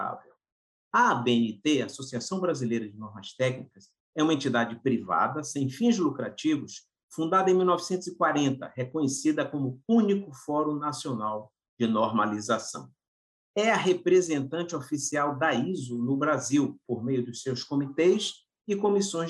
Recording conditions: video call